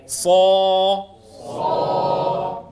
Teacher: فالعمل كله على تضيق الحلق برجوع لسان المزمار إلى الخلف وتقعر وسط اللسان · Term: التفخيم